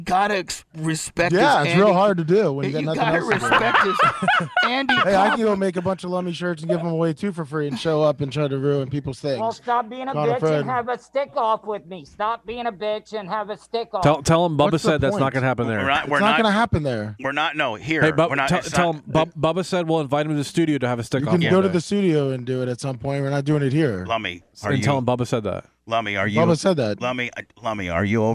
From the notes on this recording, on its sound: on location at the Boston Coffee House in Altamonte Springs